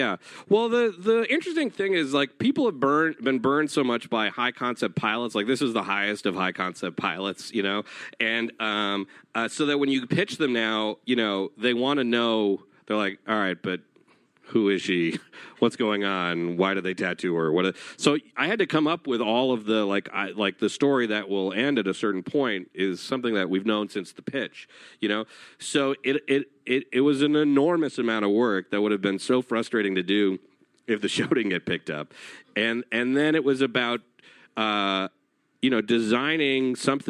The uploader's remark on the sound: Recorded at EW Popfest in Los Angeles, CA on October 29, 2016.